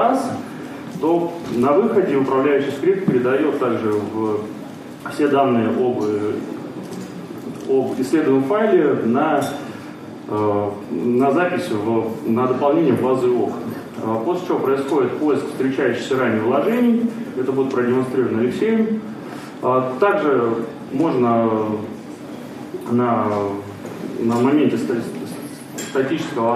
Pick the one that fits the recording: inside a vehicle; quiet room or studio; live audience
live audience